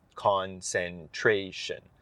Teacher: you're giving equal stress to each part, each syllable